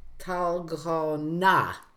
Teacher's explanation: the D is sort of pronounced as a T, and the G sometimes sounds sort of like a K